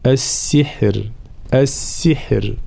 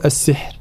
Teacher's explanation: الراء مجهورة وفيها صفة التوسط بين الشدة والرخاوة · Shown in: first take · فلا بد من بيان صوت الراء هنا، السحر السحر هكذا، فلا نقول السحر، لا هنا فيها نوع من الهمس، لا السحر هكذا.